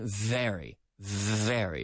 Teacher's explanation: Starting with the F. And then activating the vocal cords. · Term: the very good V